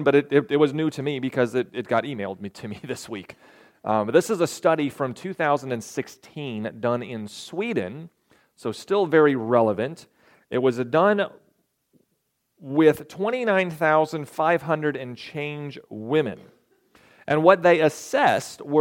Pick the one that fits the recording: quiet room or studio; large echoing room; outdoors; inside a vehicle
large echoing room